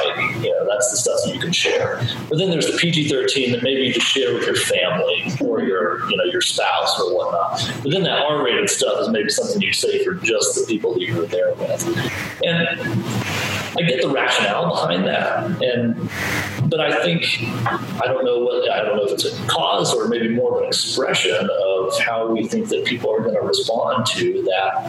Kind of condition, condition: fault, poor sound quality